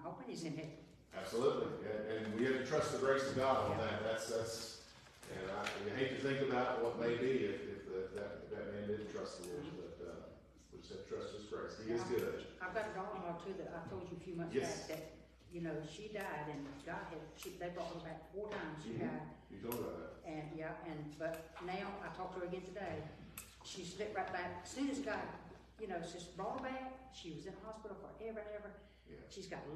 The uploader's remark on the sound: Warning: poor audio quality!